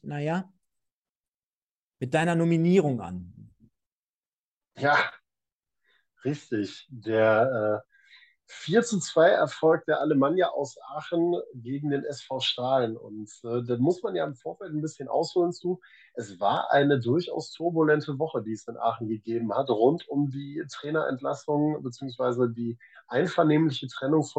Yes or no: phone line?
no